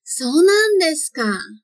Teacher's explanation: Não se esqueça também do prolongamento em e no so